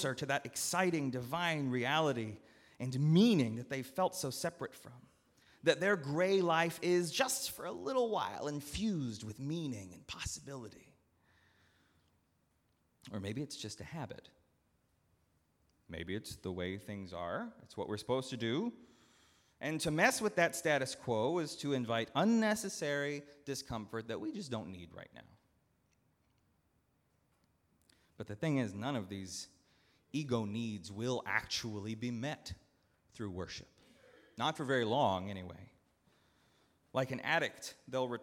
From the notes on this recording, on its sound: at Northminster Church on November 3, 2019